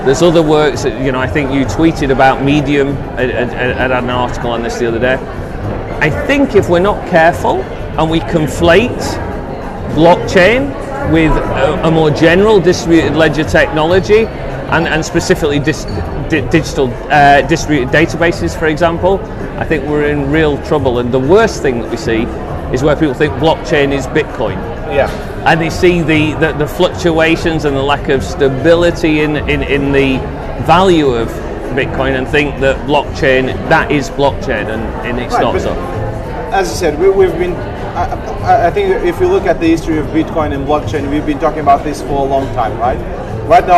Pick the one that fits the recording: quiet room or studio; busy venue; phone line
busy venue